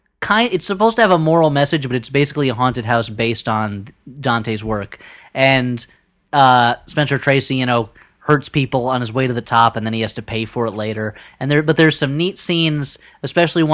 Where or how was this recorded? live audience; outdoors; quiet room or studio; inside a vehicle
quiet room or studio